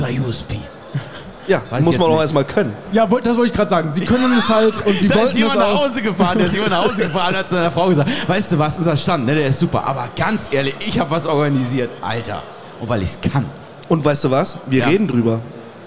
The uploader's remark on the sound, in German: Messe - Tag 5 LIVE. Der Live Podcast von der #CratorStage der ISH 23 Frankfurt.